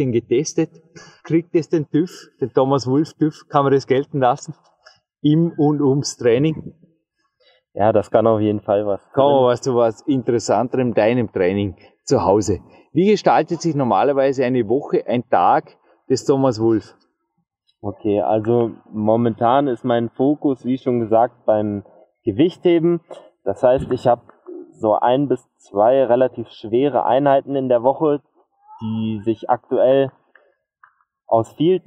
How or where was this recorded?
outdoors